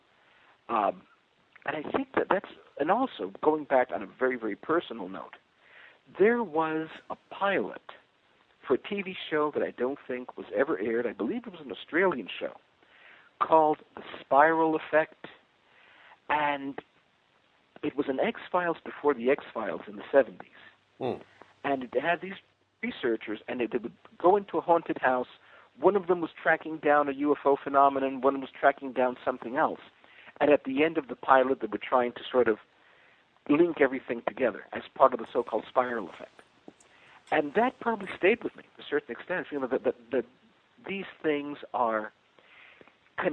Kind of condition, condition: link, phone line